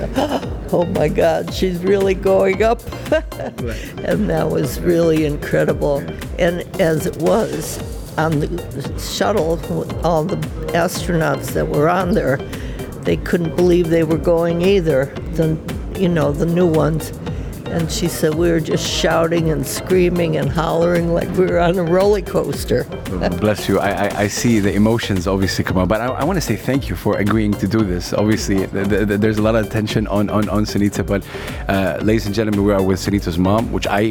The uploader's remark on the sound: Live from SIBF 2023